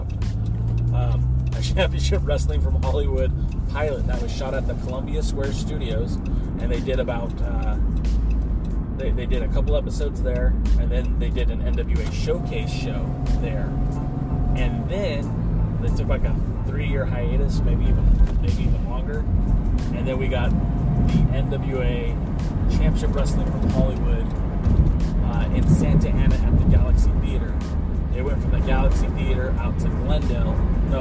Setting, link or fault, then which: setting, inside a vehicle